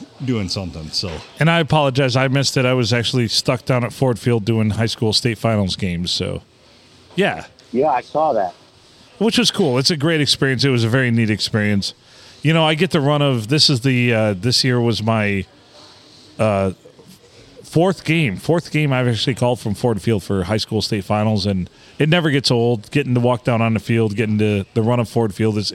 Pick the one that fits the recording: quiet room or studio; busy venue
busy venue